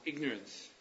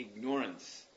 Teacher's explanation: He puts the stress on the second syllable · Shown in: second take